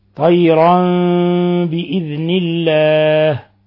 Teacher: حيث قلبنا التنوين ميما مخفى · Term: إقلاب